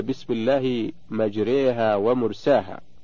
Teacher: تقرأ بالإمالة أي بتقريب الفتحة نحو الكسرة والألف نحو الياء